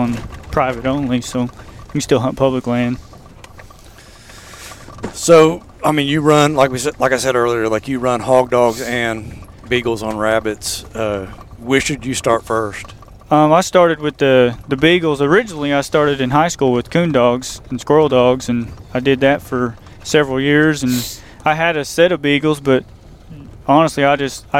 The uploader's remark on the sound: This is a sneak peak into a hog hunting trip as the podcast was recorded as the guys drive around chasing dogs all over Cherokee County, Oklahoma.